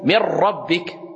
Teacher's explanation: Il n'y a pas de runna. Il n'y a pas de son qui sort du nez. C'est sec. · Term: sans runna